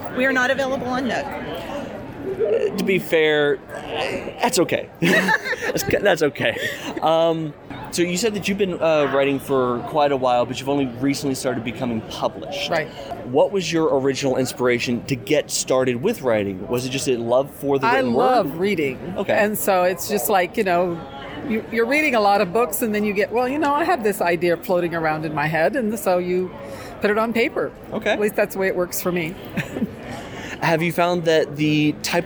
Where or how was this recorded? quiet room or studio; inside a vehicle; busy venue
busy venue